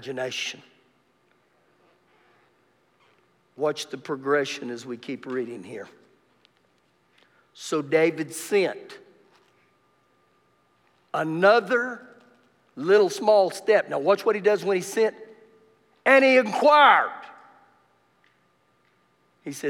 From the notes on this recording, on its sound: Recorded live during our Wednesday night service